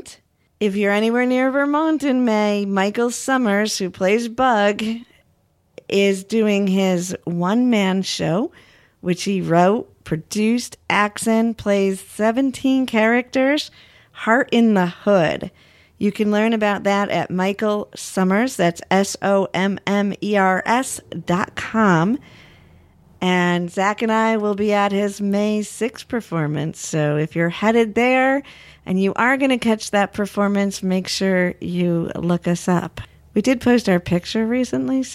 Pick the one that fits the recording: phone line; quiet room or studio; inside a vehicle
quiet room or studio